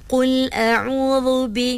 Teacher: dia terangkat sedikit pangkal lidahnya. Jadi dia bunyi tebal sikit.